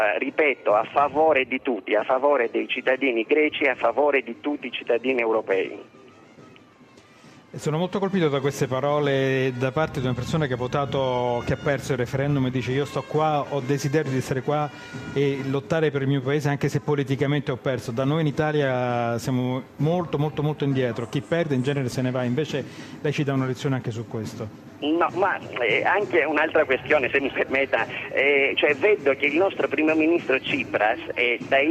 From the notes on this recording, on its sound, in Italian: In diretta da Expo 2015.